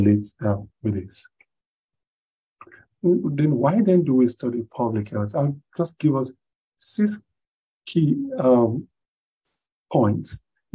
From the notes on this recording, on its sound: Zoom Meeting